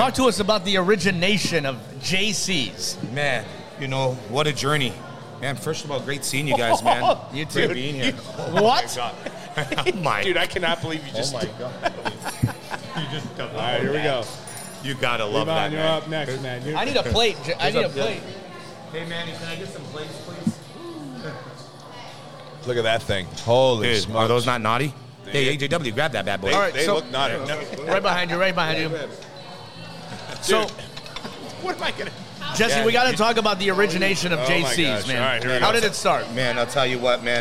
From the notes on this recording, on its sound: The boys are on the road this week LIVE at JC's Coal Oven Pizza Co. In Granger, IN.